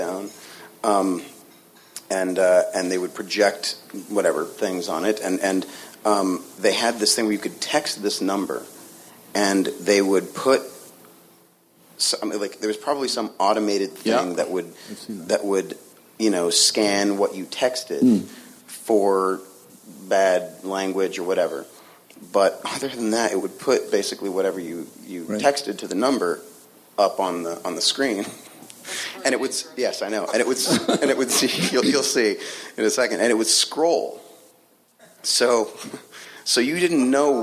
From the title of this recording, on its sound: Spoiler Alert panel from ATX